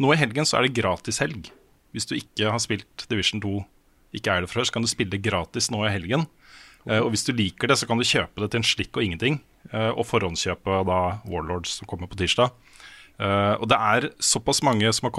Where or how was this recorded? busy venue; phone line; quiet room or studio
quiet room or studio